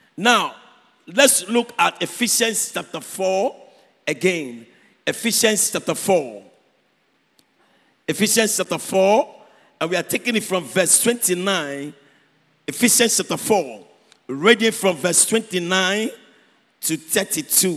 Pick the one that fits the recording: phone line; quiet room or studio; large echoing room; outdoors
large echoing room